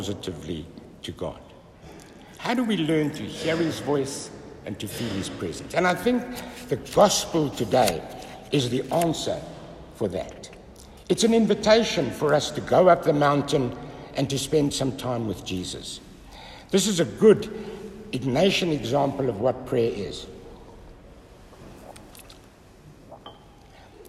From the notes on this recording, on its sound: Listen to the homily preached at Holy Trinity Catholic Church in Braamfontein, South Africa